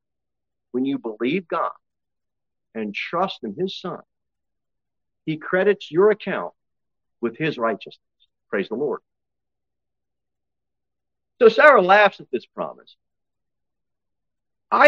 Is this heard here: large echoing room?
yes